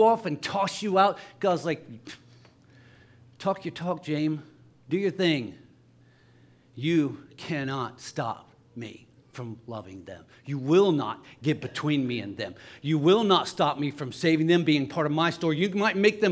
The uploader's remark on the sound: LIVE Services at Sunshine